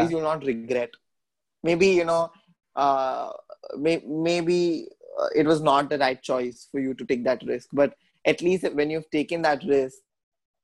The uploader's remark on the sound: Zoom Meeting